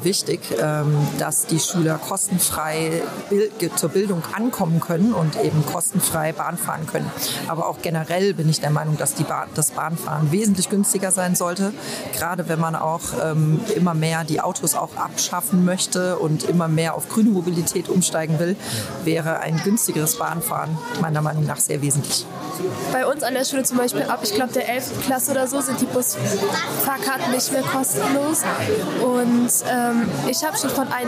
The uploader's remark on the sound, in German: Spezial Folge vom Demokratie Tag. Demokratietag in Ingelheim aufgenommen. Aus einer bunten Auswahl an Fragen konntest du an unserem Stand eine auswählen. Wir haben mit dir darüber diskutiert und kurze Statements aufgenommen.